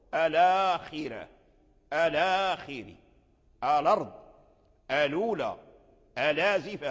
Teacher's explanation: متصل فلو سكت عنه لجاء الإيهام أن ورش لا ينقل حركة الهمزة إلى اللام إلى لام المعرفة · Term: النقل